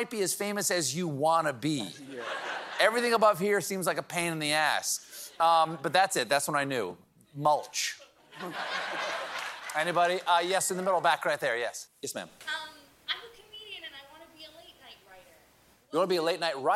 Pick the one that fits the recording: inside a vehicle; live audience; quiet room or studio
live audience